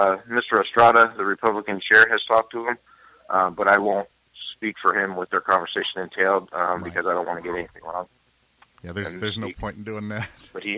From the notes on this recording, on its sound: Candidate for Dona Ana County Commission District 5 called in to the show.